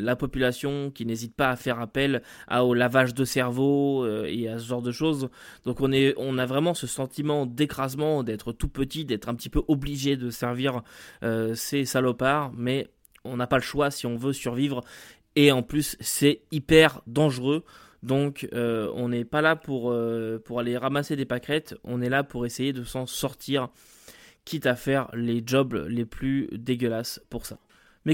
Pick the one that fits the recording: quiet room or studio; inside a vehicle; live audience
quiet room or studio